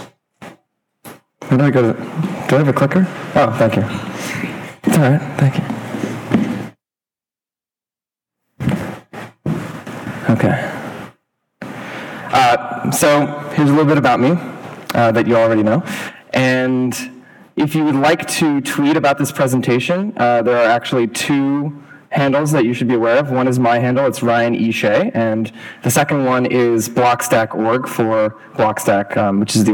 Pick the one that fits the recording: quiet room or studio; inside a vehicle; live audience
live audience